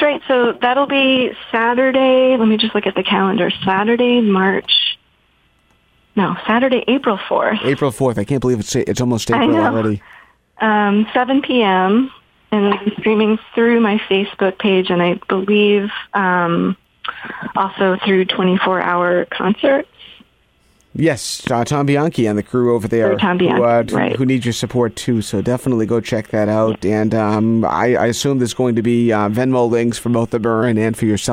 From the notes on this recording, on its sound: joins us by phone